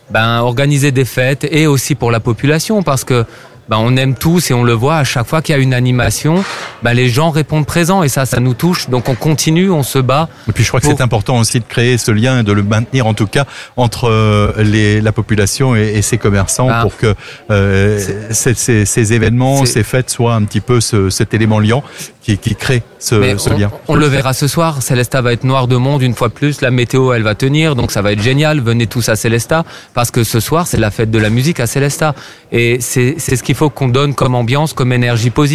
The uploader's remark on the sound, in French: AZUR FM a délocalisé ses studios. En direct depuis la place d'armes (scène brasserie le fox) dans le cadre de la fête de la musique.